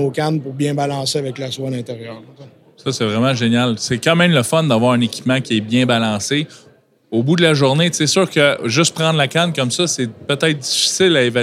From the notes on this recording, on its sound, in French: Voici le 3e épisode de la série de 4 podcast enregistrés au salon de la pêche à la mouche de Trois-Rivières.